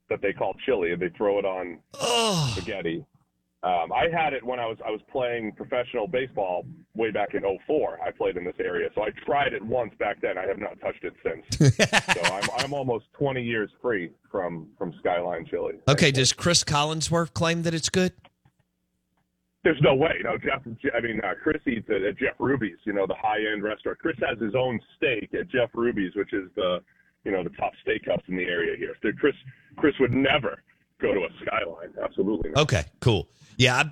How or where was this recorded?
phone line